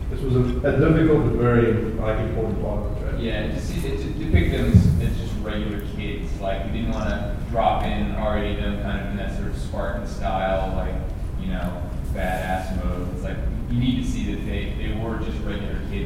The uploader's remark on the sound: In this special episode from San Diego Comic-Con, the guys attended the Star Wars: The Old Republic Story panel at the Westin Hotel. The audio quality isn't too terrible.